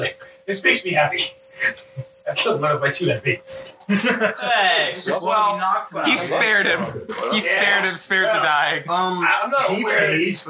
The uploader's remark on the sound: Sorry for the bad quality of the sound, we are still working out how to make everything sound good and make sure everyone is clear.